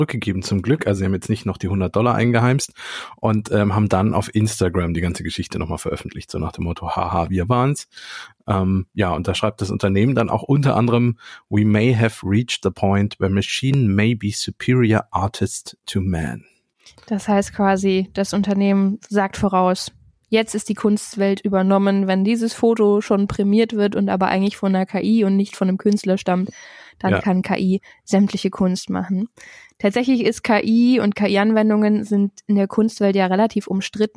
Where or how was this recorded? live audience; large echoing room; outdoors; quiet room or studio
quiet room or studio